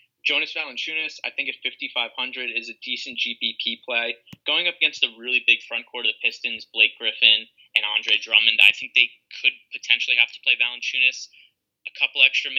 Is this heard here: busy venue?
no